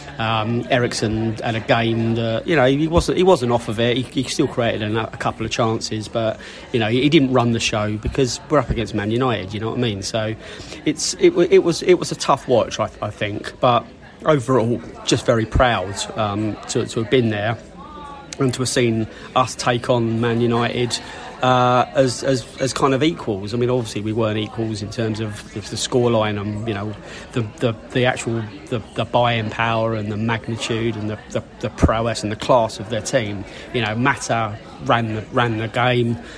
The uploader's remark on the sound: Podcast from the Pub. Hooked up in a lovely boozer in Chertsey to shoot the breeze.